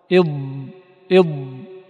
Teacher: ولا بد للقارئ أن يعتمد على حافة لسانه ولا يجعل ضغطه على طرف لسانه فيشتبه بالطاء · Term: الضاد الساكنة